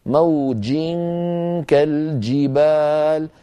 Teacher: بداية مقفولة لأن الجيم حرف شديد، شديدها لفظ أجد، فالجيم شديدة، ولكن لا تستعملي طرف اللسان مع وسطه، استعملي الوسط فقط، بارك الله فيك.